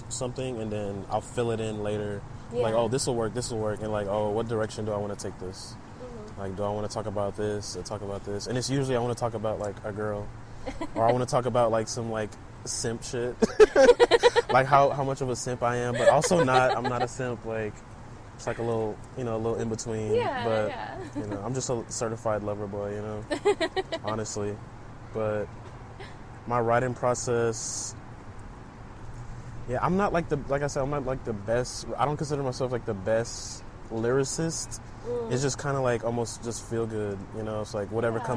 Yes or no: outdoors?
yes